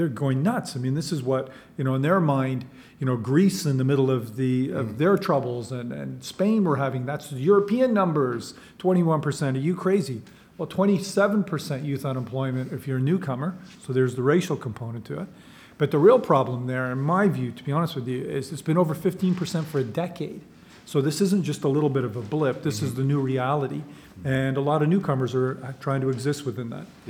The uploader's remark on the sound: This is a live recording